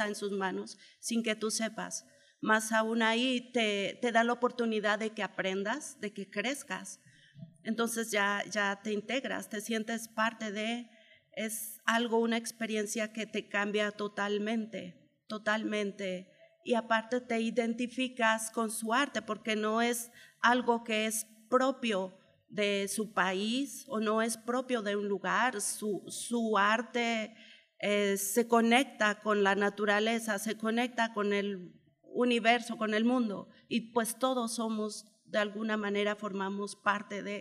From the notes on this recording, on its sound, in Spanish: EPISODIO grabado con audiencia en vivo